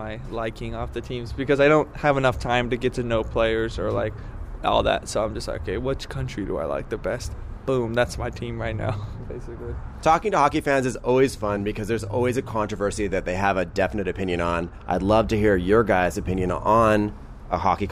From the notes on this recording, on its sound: one cold night outside the Cobalt